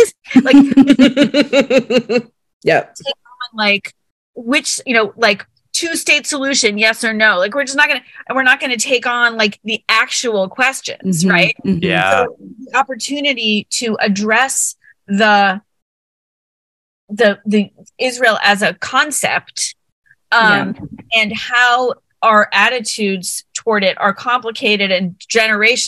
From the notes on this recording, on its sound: join over Zoom